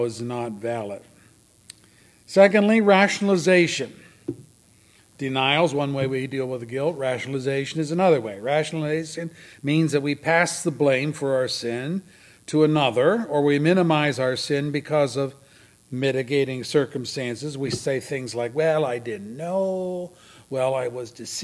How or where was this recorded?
large echoing room